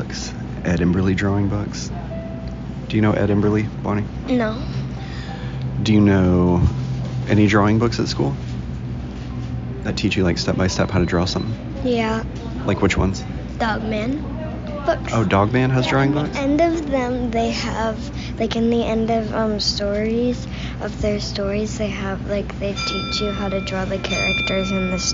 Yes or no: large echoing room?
no